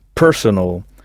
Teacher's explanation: Il faut bien frapper la première syllabe, personal. Et notez qu'à la différence de l'adjectif français personnel, personal ne s'écrit pas avec deux N, mais un seul.